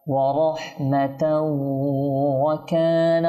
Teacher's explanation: তানবিন এর পরে যদি ওয়াও আসে তখন ইদগামে বাগুন্না হয়ে থাকে।